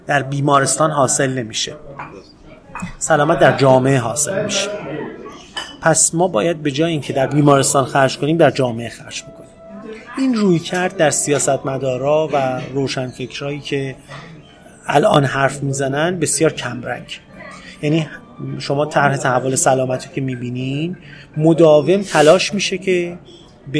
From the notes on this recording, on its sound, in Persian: این پادکست رو توی یک کافه در شهر تهران ضبط کردیم، برای همین صداهایی توی پسزمینه میشنوید